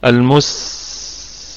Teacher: السين نراعي فيها أيضا صفة الهمس مع الرخاوة، تمام، مع الصفير، المستقيم. وأيضا القاف في أقل درجات تفخيم في الدرجة الرابعة لأنها مكسورة.